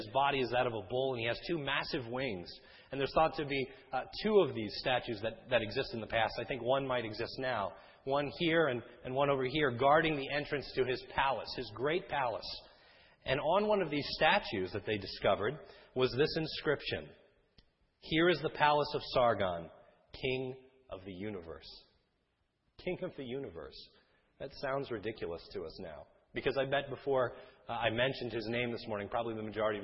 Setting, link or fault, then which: setting, large echoing room